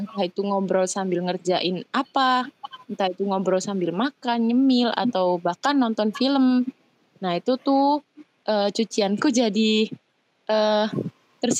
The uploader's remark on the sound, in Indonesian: Ini adalah episode MeetCast dimana kita record menggunakan media Google Meet.